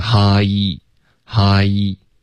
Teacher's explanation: 中文的 I 跟英文的 I 不是一个音，中文会听起来比较钝，英文是比较连贯的一个滑动 · Term: 双元音